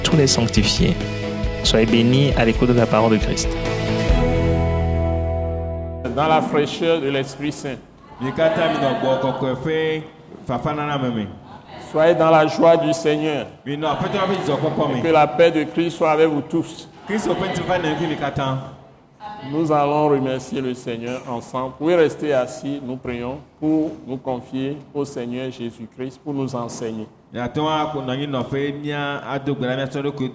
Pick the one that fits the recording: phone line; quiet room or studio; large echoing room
large echoing room